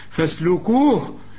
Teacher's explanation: والهه ضعيفة، اديها شوية نفس